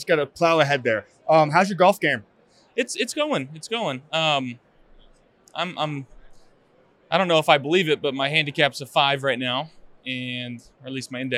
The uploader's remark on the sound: from Radio Row